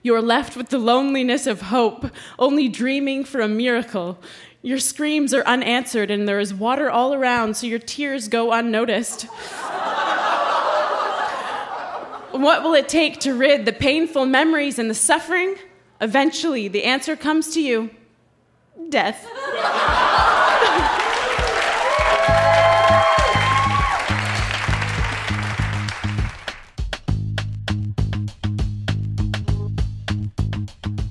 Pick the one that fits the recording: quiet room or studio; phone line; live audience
live audience